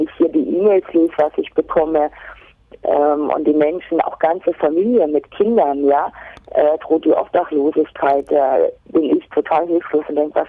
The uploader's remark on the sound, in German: Am Telefon dazu ein lockeres Gespräch geführt.